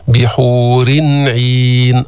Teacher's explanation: أظهرنا التنوين عند العين لأنه عين، العين حرف حلقي